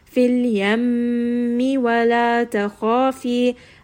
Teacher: If we have ميم مشدد في اليمي، ميم has a شدة on it, ولا تخافي. So here, we are going to give it some غنة. · Term: أكمل غنة